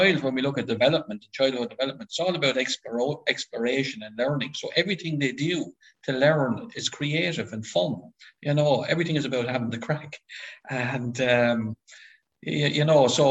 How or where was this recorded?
video call